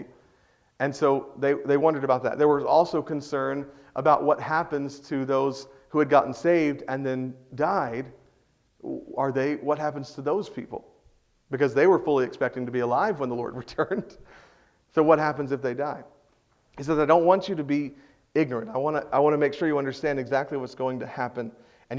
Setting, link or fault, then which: setting, large echoing room